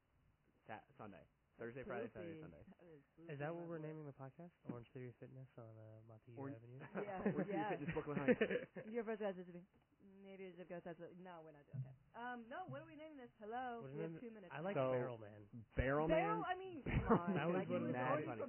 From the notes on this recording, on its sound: If you’re shocked by the audio quality, so are we! Nobody knows why or how this happened. Pretend ur listening to an old, mangled radio show.